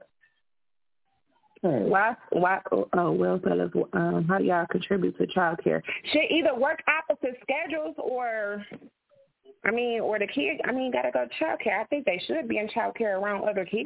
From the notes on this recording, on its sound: Keeping It A Buc Live On iFM Radio. Answering your calls live on the air.